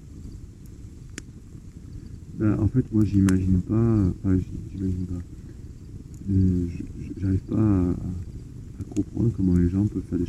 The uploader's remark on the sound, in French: Un épisode enregistré dans les montagnes provençales. D'abord les miennes puis d'autres voix se joignent à la discussion. Le son a été optimisé au maximum mais il restera problématique pour certains auditeurs.